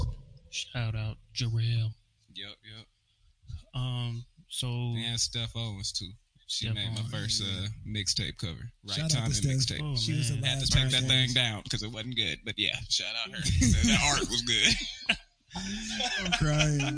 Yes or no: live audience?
no